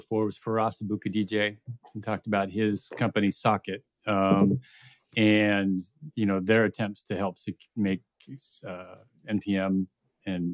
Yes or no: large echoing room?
no